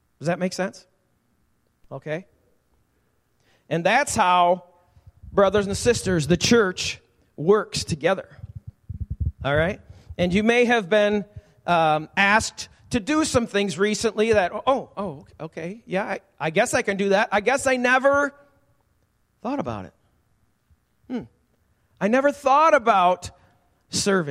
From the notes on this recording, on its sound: Recorded live at the Alabama Full Gospel Fellowship church in Medina, New York.